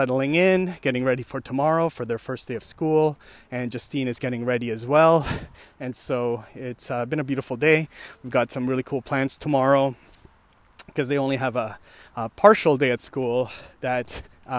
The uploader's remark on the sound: Another walking podcast.